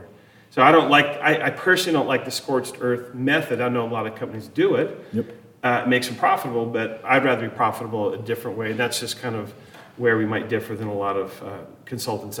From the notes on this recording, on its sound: Live from Caesar's Palace in Las Vegas at EPIC 2023.